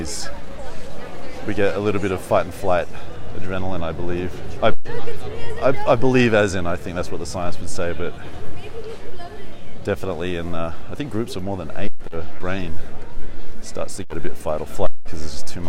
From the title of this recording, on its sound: Walk And Talk, Sofia, Bulgaria